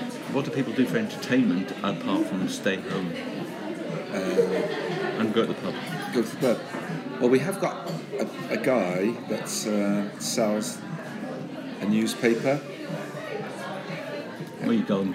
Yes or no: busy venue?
yes